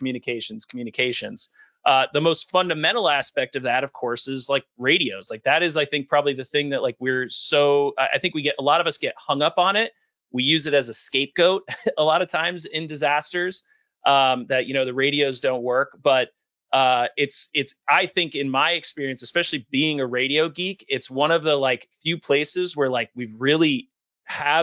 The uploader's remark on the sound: L3 Harris Webinar